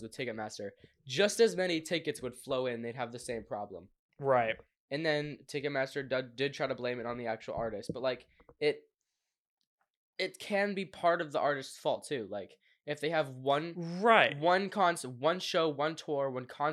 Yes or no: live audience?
no